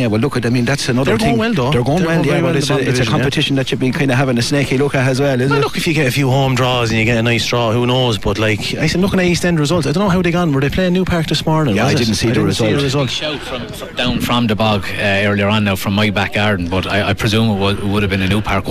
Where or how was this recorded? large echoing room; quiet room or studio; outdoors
outdoors